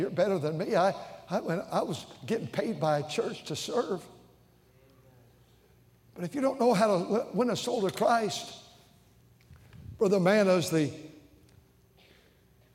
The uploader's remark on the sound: during the Sunday Evening service on September 10, 2023, at North Valley Baptist Church in Santa Clara, California.